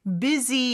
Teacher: Busy 같은 경우는 S 역시 Z 발음으로 해주셔야 돼요.